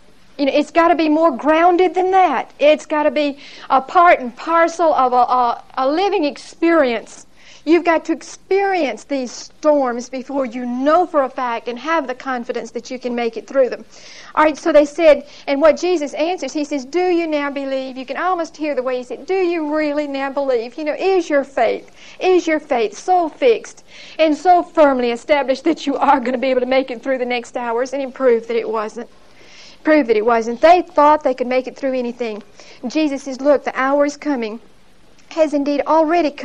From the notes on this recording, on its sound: Recorded 12/2/1975 at Whitesburg Baptist Church.